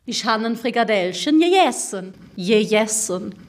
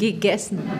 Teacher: Die Rheinländer sprechen das G wie ein J. · Shown in: first take